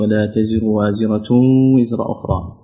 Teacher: ما الحكم التجويدي في قوله ولا تزر وازرة وزر أخرى؟ الحكم هنا تنوين ضم أتى بعده حرف الواو، والواو من حروف الإدغام بغنة